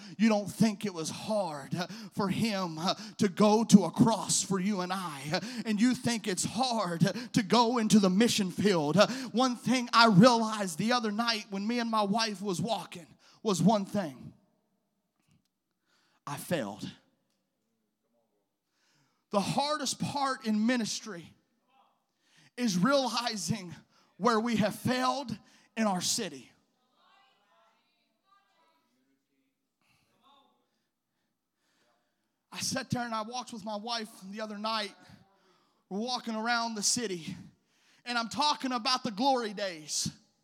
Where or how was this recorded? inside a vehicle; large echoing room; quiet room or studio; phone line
large echoing room